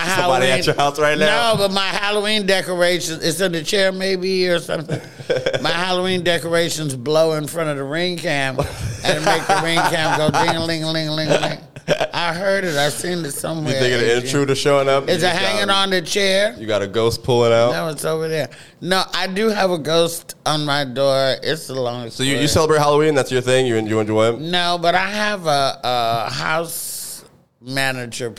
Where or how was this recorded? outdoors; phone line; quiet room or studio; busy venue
busy venue